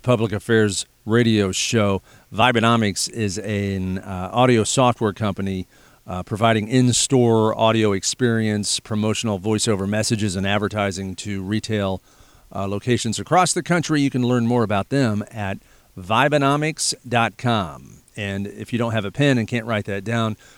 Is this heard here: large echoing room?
no